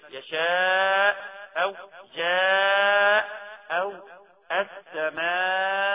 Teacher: ست حركات كاملة إذا وقفنا على هذا المد · Term: مد الواجب المتصل